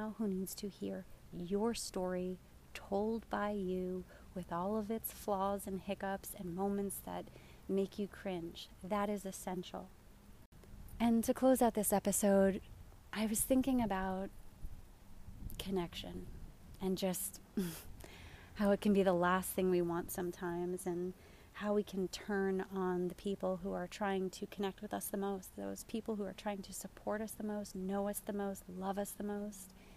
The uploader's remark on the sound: Live from my backyard! I laid in the grass of my backyard and soaked up the sunshine while recording this week's episode, sacrificing audio quality.